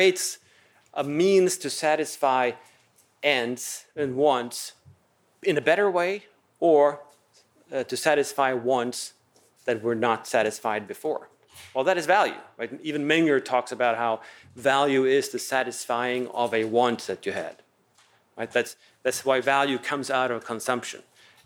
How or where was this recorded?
large echoing room